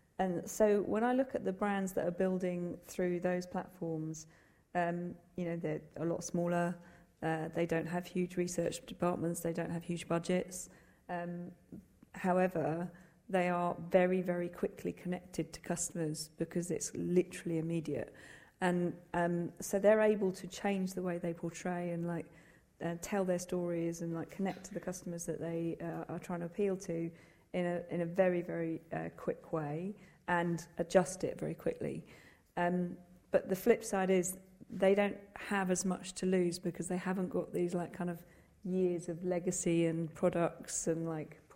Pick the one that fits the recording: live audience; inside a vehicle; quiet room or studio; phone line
live audience